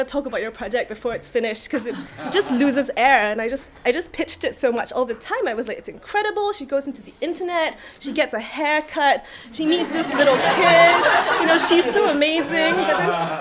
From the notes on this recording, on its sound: Coming to you live, from the Effra Social in Brixton, it's The Riff Raff June Meet Up! Live Event.